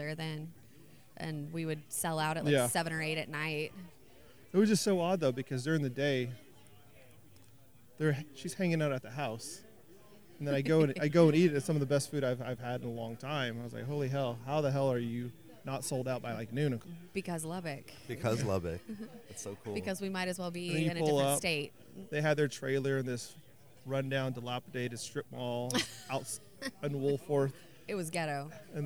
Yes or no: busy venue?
yes